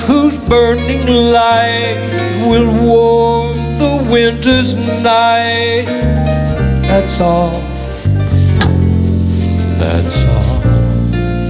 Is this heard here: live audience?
yes